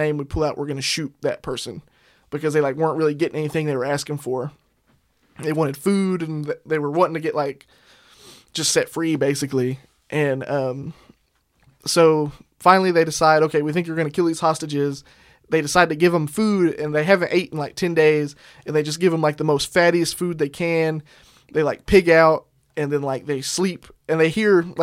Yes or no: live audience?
no